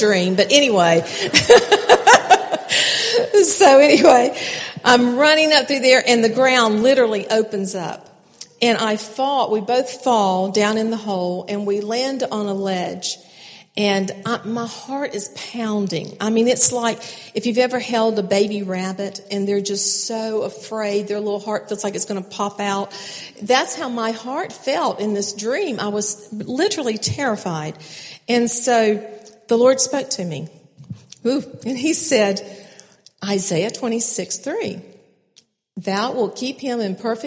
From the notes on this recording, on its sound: keynote speakers at the 2016 NorthGate Church Women's Conference